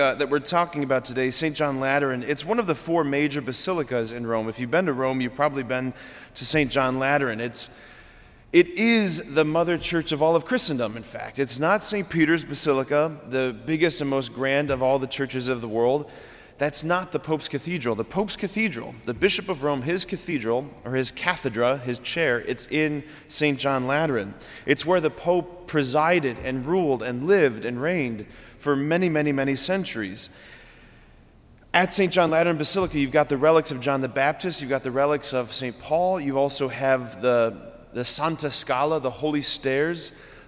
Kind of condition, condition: setting, large echoing room